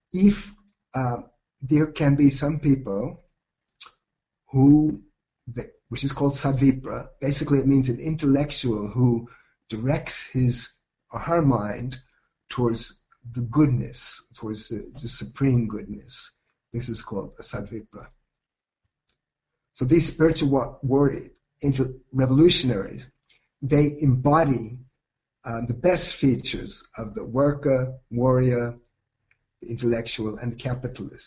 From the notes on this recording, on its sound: This is a lecture (originally delivered as a webinar)